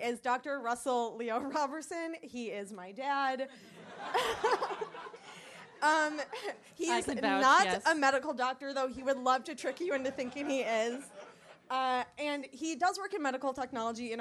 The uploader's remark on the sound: Recorded at Union Hall Oct 24, 2017